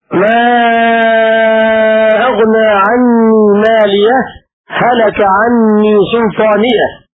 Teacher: ويلزم مع التحقيق السكت على هاء مالية وصلا